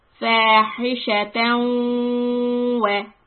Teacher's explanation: This is called idgham with ghunna. So I have to hold the waw and I have to make this nasal sound.